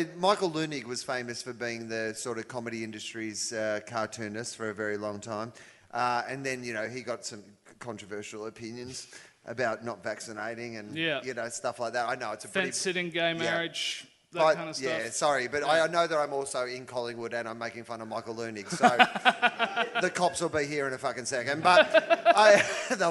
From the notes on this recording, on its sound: Live At The MICF. For a live recording at the Melbourne International Comedy Festival.